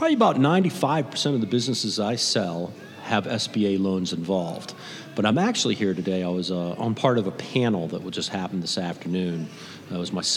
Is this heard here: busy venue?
yes